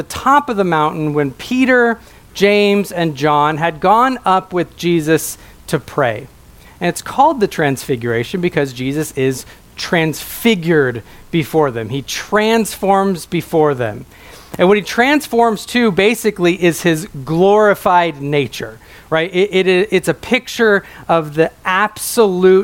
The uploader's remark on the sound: a sermon preached at my home church